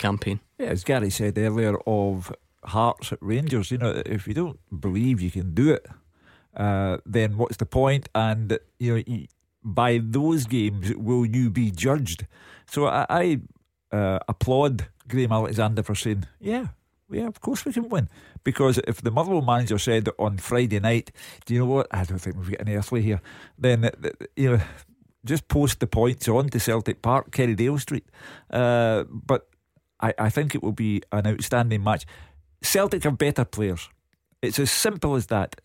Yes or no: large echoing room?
no